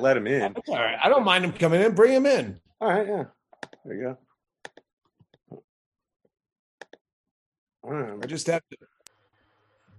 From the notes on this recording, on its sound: joining me for a brief chat on Zoom.